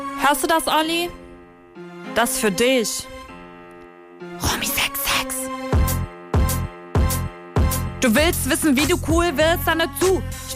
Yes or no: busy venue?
no